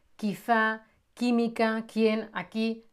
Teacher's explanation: Por ejemplo, queso, querer, pequeño, meñique, todo es con QU. Fijaos que aunque la U está escrita, no se pronuncia. Igual con QUI.